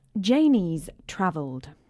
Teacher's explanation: has becomes just a... S or a z sound. So instead of Janie has travelled, it's...